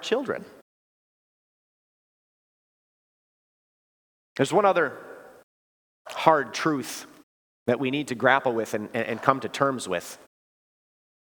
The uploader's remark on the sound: Preached this sermon at Bethany's Sunday worship on October 15, 2023. Bethany, Appleton, WI.